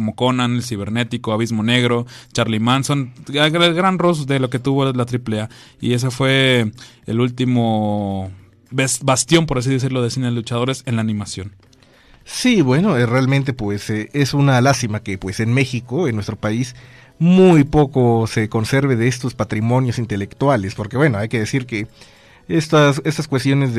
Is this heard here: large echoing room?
no